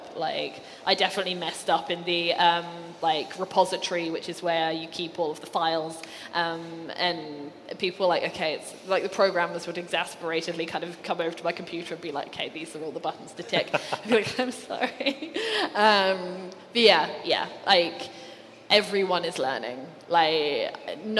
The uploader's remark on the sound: Live - D&AD New Blood Fest. In front of a live audience at D&AD New Blood Festival.